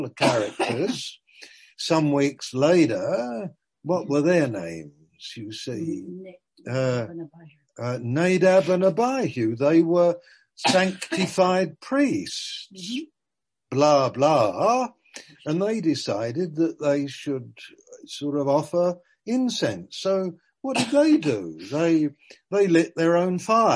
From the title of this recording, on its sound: Malaysia Meets (Zoom)